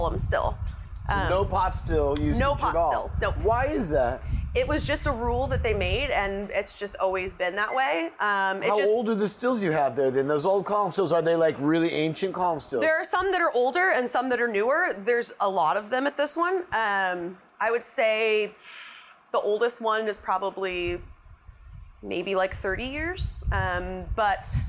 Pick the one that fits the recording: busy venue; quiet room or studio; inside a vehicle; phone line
busy venue